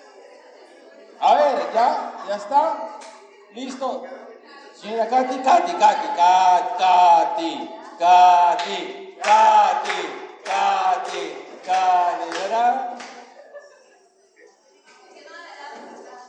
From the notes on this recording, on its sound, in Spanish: (en vivo). En esta ocasión, le traemos un episodio grabado de forma Clandestin. Y lo hicimos 'old school', con pita y grabadora. Así que la calidad del audio no es tan chévere.